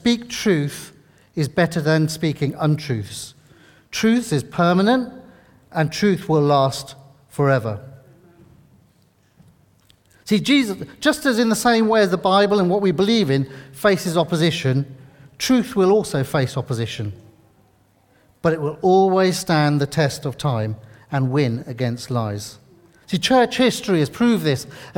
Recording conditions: large echoing room